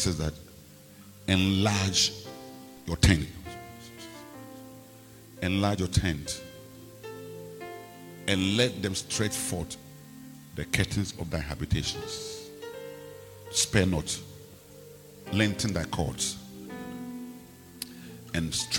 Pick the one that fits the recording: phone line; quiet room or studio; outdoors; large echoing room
large echoing room